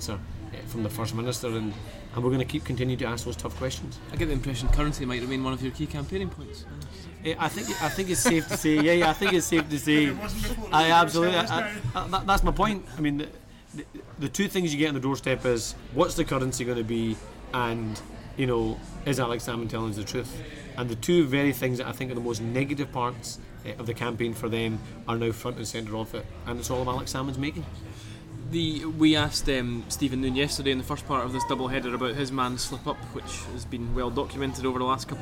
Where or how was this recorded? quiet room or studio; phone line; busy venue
busy venue